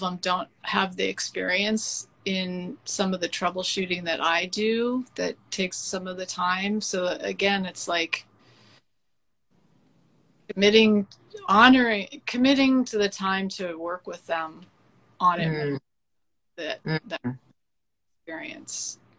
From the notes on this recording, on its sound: The podcast ends abruptly due to an audio mishap